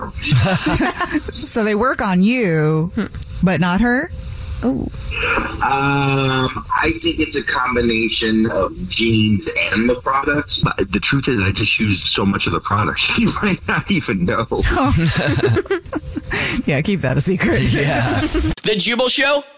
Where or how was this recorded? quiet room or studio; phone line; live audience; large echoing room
phone line